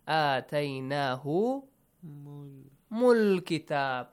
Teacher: Lam is sakin, you join mim to lam.